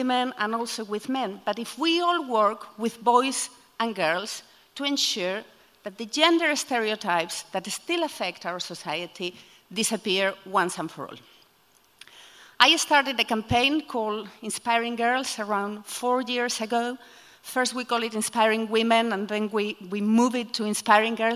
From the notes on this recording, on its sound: Recorded at The Tabernacle in London in May 2018. There are only two rules - no scripts and only 15 minutes each.